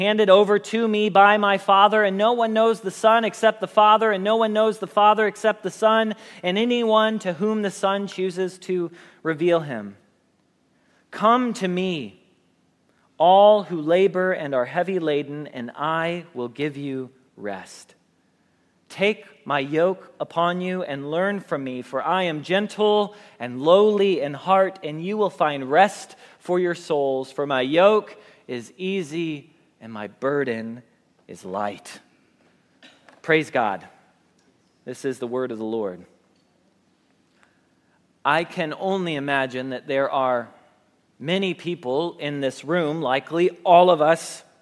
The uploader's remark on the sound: Message Preached at Valley Creek Church